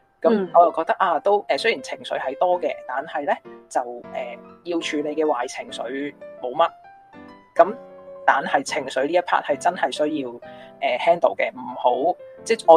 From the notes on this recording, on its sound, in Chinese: 遙距錄音